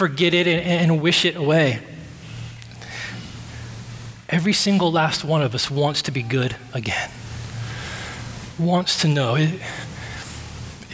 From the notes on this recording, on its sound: at Redemption Hill Church